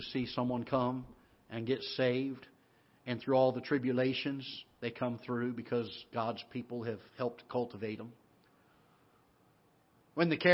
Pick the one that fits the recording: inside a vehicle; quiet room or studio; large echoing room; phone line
large echoing room